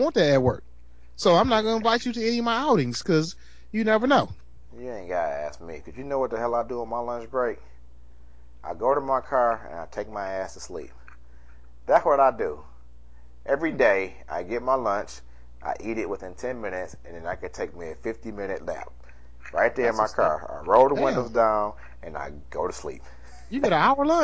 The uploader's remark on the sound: Forgive the sound quality.